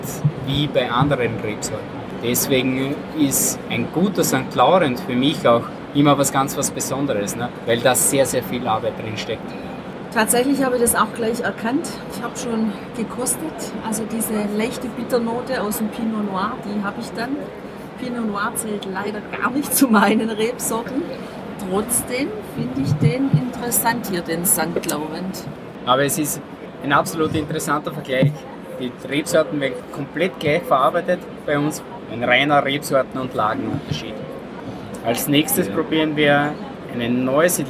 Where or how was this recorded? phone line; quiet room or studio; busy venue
busy venue